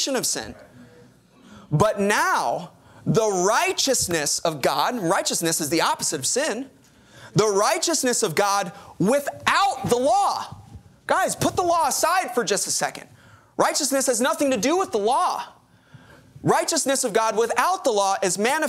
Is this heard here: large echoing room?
yes